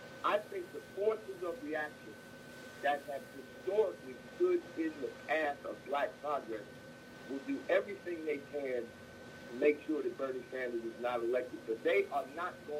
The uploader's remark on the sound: The Open Line Radio Show. We have on the phone.